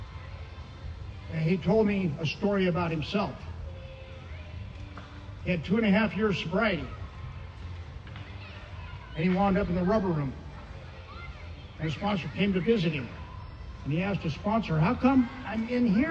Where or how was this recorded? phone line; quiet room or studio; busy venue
busy venue